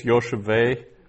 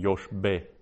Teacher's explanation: there's no dagesh in the bait. So it's pronounced as a V instead of a B. · Shown in: first take · And that happens, that means it's preceded by an open syllable.